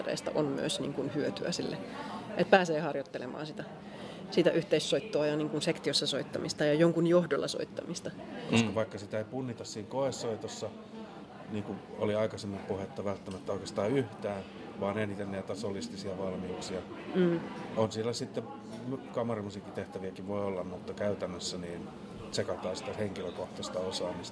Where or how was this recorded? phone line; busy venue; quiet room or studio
busy venue